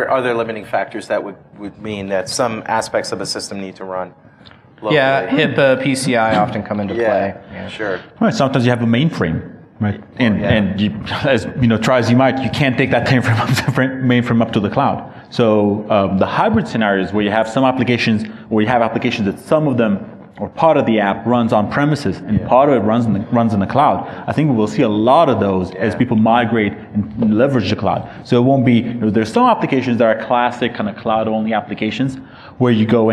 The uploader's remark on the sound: Another panel discussion from DevConnections.